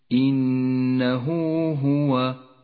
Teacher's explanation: الصلة الصغرى في قوله تعالى إنه هو الغفور الرحيم، إنه هو، هاء الضمير وقبلها حرف متحرك وبعدها حرف غير الهمزة، يسمى مد الصلة الصغرى، يمد حركتين